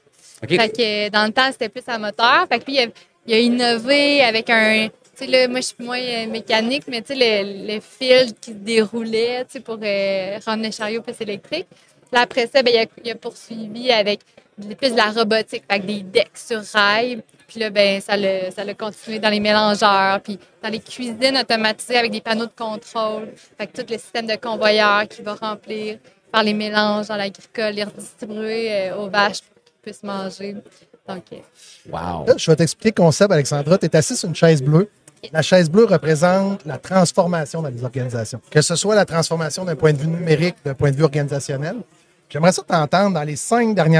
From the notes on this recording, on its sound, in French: En direct du Transal Saguenay